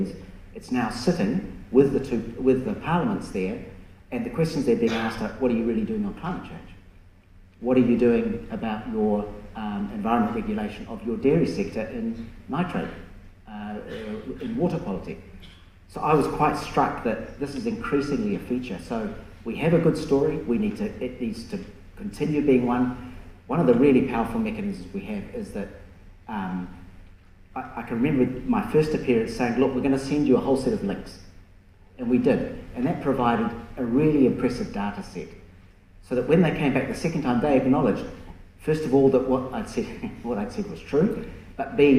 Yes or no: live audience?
yes